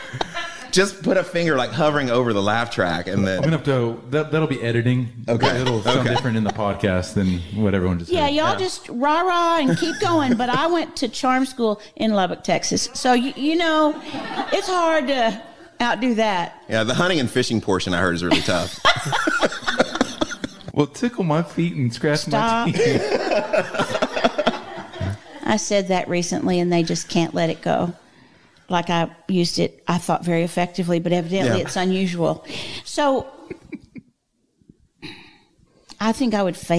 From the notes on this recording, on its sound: This conversation was recorded at The Micah Center in front of a small audience during the LTM All Day event.